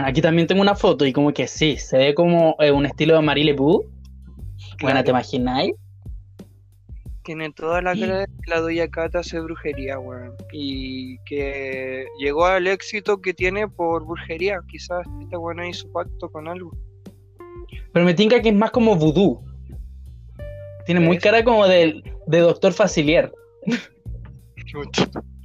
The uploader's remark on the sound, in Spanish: Perdón por la mala conexión